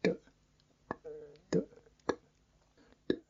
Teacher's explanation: So this is called a retroflex. It means the tongue curls back, retroflex.